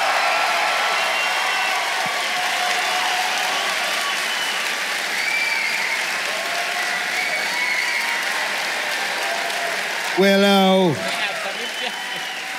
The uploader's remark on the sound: Recorded live in Brisbane.